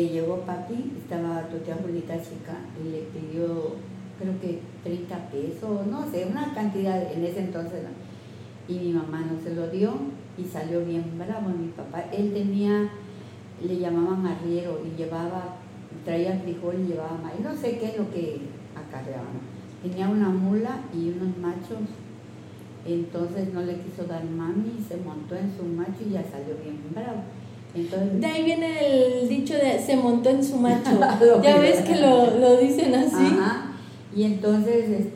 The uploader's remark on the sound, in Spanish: El audio mejorará nos falto en Tuxtla un filtro pop para reducir lo ruidos.